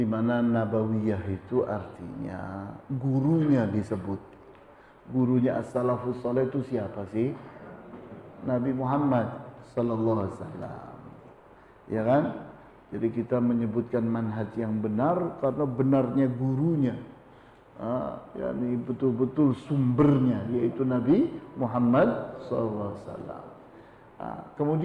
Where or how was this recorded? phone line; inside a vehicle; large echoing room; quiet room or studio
large echoing room